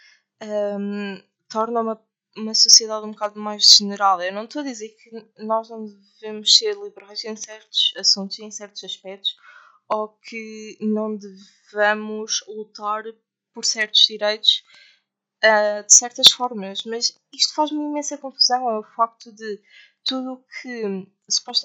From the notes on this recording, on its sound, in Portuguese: O áudio não está o melhor. Por agora não é melhor até a vossa gaja arranjar um equipamento melhor.